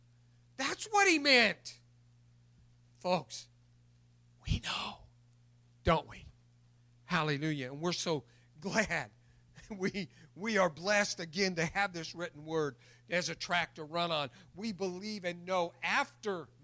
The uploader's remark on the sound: recorded April 4, 2021 at Open Bible Church in Lawrenceburg, KY